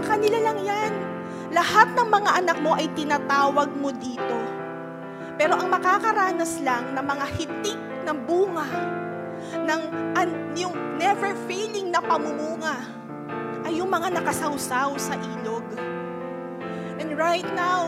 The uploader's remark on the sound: Live at Quest United 44th Anniversary